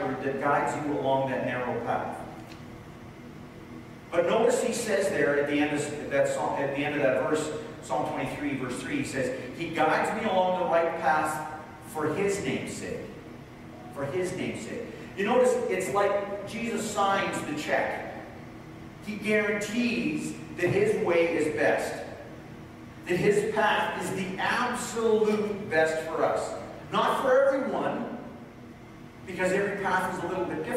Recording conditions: poor sound quality